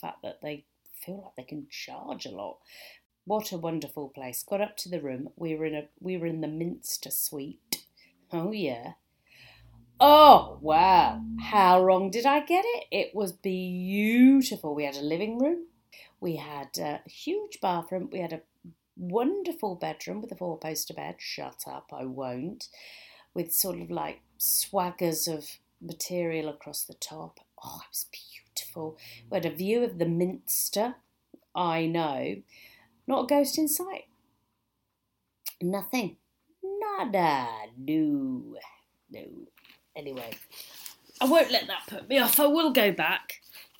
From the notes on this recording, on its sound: The quality of this recording was so bad. She did however manage to talk about her ghostly adventures, in Leeds, and that is probably the reason the recording was so bad.